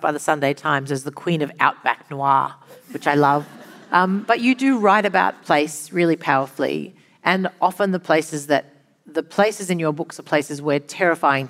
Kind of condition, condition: setting, live audience